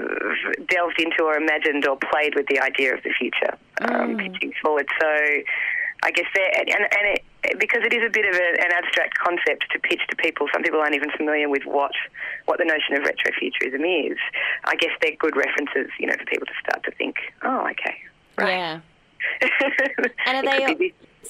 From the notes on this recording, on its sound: joined on the phone